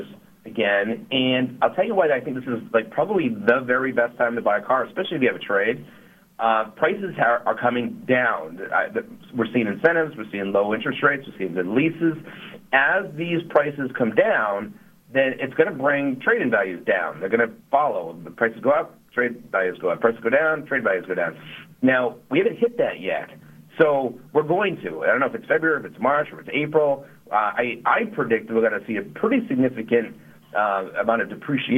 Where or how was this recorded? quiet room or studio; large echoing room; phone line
phone line